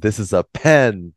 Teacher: the P is very plosive. She's re really blowing out a lot of air. Whereas when you articulate the P in Japanese, it's quite soft.